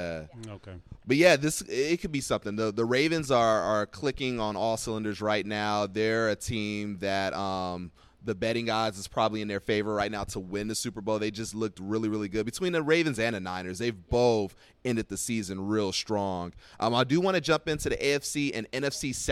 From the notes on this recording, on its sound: broadcasting live from McFadden’s at Westgate in Glendale, Arizona